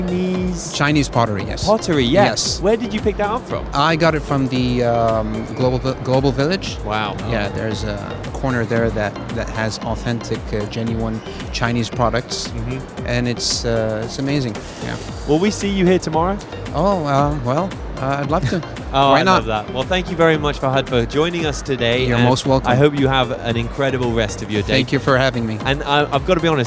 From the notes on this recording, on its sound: Live from SIBF 2023. Visitor at the SIBF.